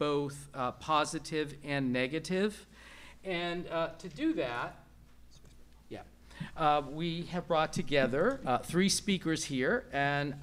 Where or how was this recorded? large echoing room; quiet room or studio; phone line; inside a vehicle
large echoing room